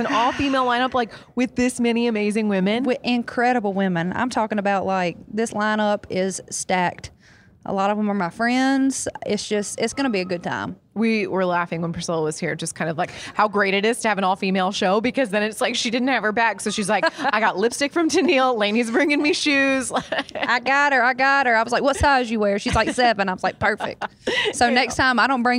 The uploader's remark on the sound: backstage at Audacy's Leading Ladies Live